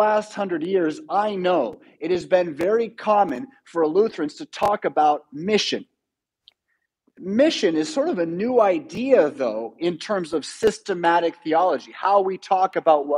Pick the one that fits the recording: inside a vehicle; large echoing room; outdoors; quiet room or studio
large echoing room